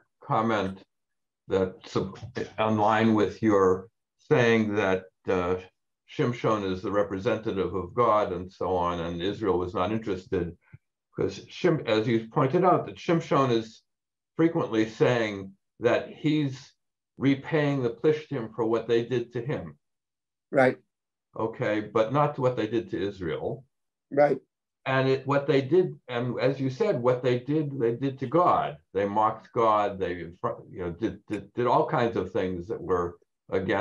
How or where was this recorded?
video call